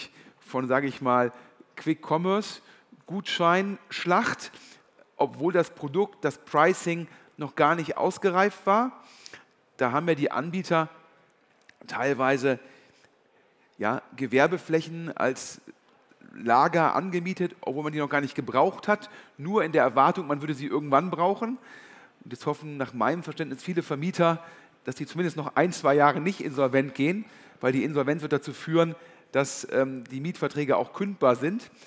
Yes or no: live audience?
yes